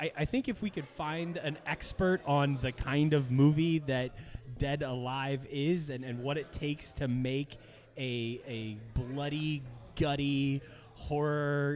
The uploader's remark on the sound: LIVE FROM DEW POINT BREWING COMPANY IN YORKLYN, DE